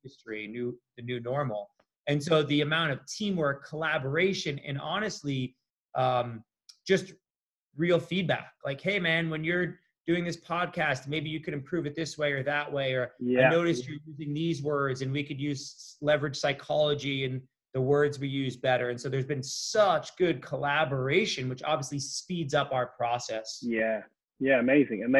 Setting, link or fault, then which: link, video call